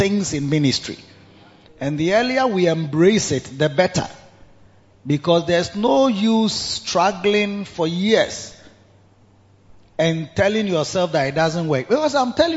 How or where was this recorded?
large echoing room